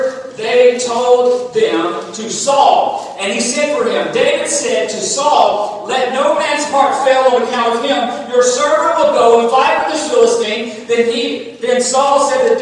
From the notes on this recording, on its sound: Recorded on August 21, 2022 at Friendship Baptist Church.